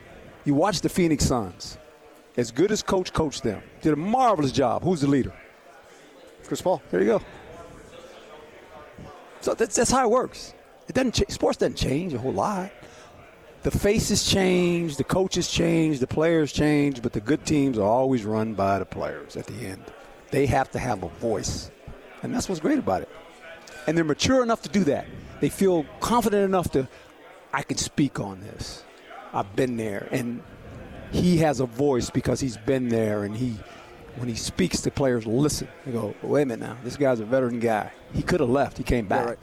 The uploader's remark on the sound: LIVE from Pac-12 Media Day in Los Angeles, CA